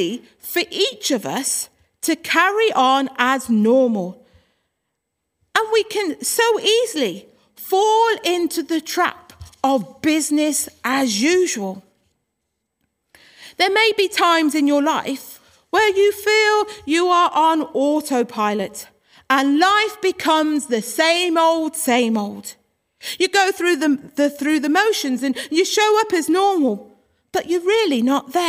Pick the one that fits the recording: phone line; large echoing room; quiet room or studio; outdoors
large echoing room